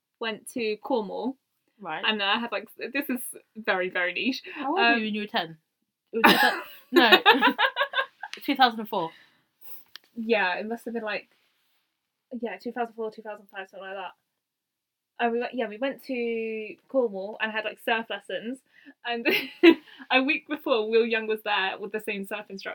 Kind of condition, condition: fault, poor microphone